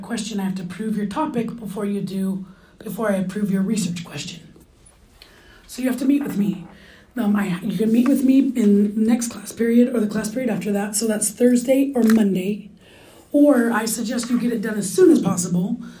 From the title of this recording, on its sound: In-Class Lecture